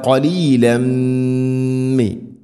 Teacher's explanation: തൻവീനിനെ മീമിലേക്ക് ചേർത്തുകൊണ്ട് മണിച്ച് ഉച്ചരിക്കണം